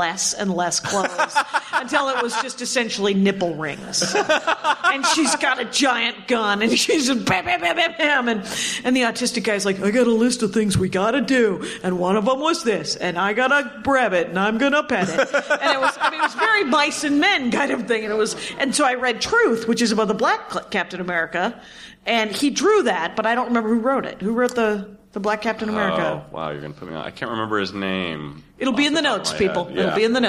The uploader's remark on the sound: This is the first LIVE Dork Forest. In Seattle, before a live audience.